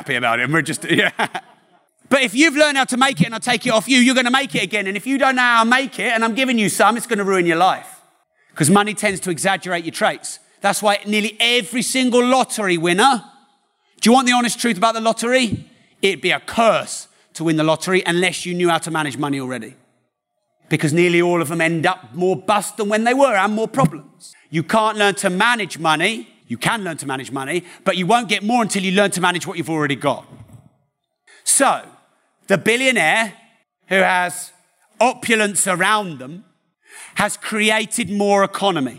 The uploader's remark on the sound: Live From London.